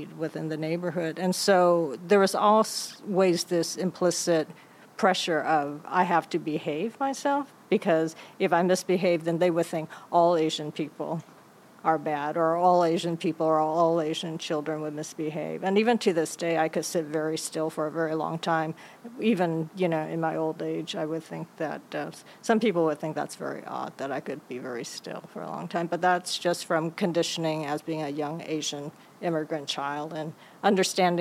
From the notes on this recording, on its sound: live-record a panel discussion at Arizona State University, as part of the AAPI Heritage Month celebration in the spring of 2022